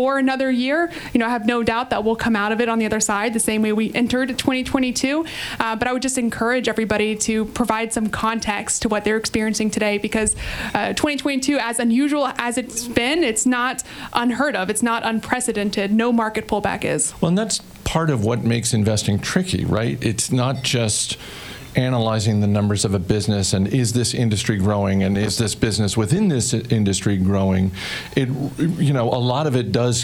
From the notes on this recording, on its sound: Live from the Hawk & Griffin Pub in Vienna, Virginia.